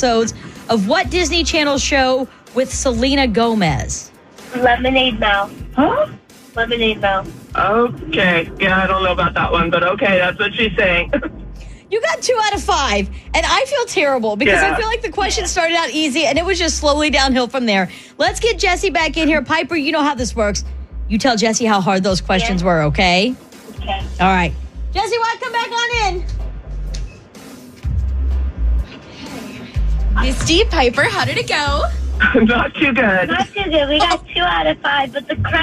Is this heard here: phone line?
yes